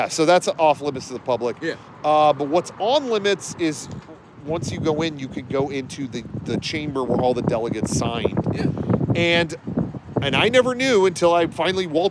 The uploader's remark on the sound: This time, we're outside the gates. Knott's Berry Farm's perfect replica of Independence Hall that isn't even inside the park.